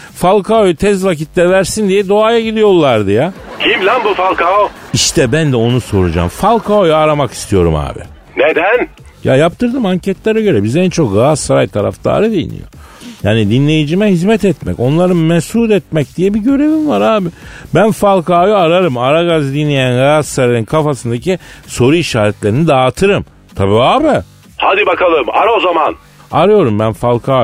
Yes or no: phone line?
yes